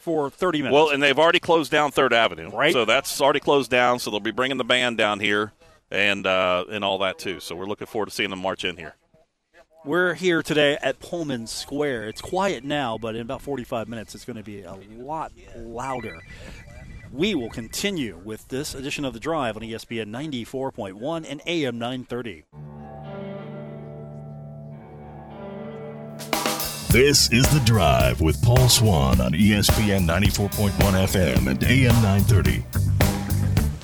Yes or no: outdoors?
yes